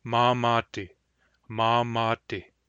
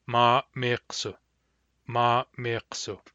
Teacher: the voice continues through the plain M. · Shown in: first take · But when we get a hard M, the voice stops momentarily.